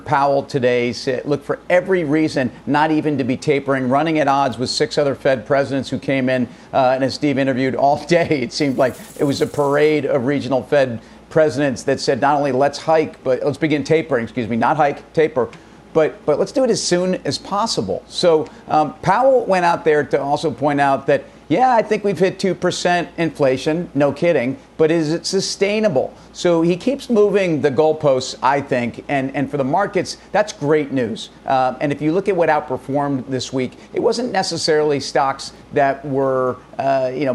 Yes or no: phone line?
no